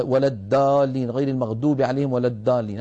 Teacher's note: بعض العاميات المعاصرة تجعل الضاد دالا أو قريبة من الدال تقول ولا الدالين غير المغدوب عليهم ولا الدالين هذا لا يصح